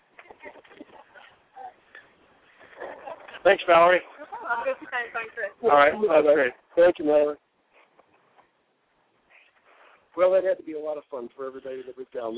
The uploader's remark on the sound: broadcast LIVE from the Finals of the Fiesta Bowl Hole In One event at the Arizona Biltmore Resort